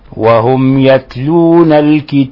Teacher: هذه ميم مظهرة، ميم ساكنة مظهرة إظهارا شفويا، فنبينها نسكنها نوضحها، لا نضغط عليها أبدا البتة · Term: إظهار شفوي